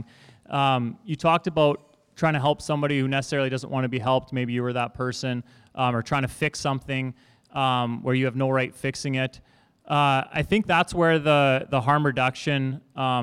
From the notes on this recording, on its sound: This panel was the perfect way to celebrate #bellletstalk. We were honoured to be a part of the day and for our first “live podcast” recording, it turned out great!